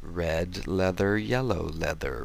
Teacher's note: You should also focus on the D in red, making sure it is voiced and not unvoiced ret. Also make sure you say yellow and not yella.